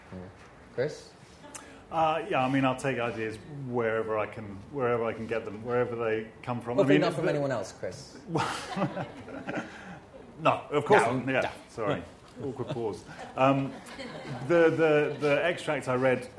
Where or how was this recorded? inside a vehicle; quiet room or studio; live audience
live audience